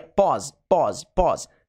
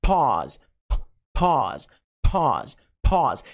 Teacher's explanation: Repare como americanos, muitas vezes, eles dão uma ênfase para a letra P. Eles soltam mais ar do que o brasileiro. · Shown in: second take · A gente falaria pause, pause, pause.